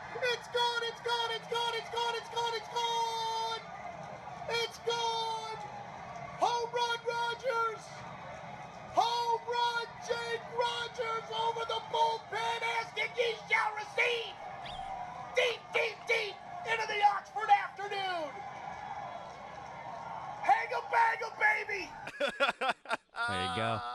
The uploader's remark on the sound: live from Allegacy Stadium